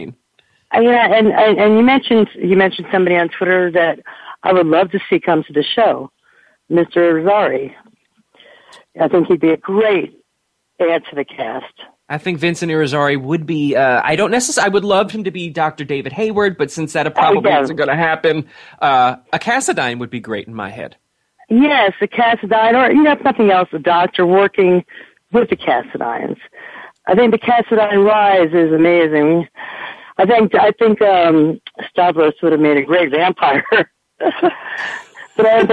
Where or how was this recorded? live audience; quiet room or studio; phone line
phone line